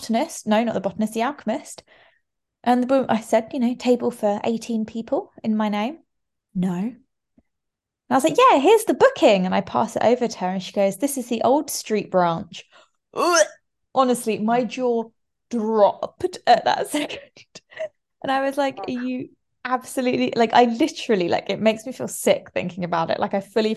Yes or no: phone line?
no